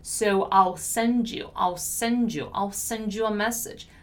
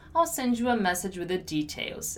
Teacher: when we have a word, a verb usually, that ends in D, and my next word is the word you, I can pronounce this letter D like J